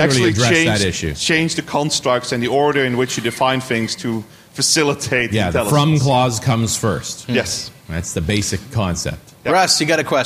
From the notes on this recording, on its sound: On June 12th at TechEd, in this somewhat shorter-than-usual but very informative live .NET Rocks!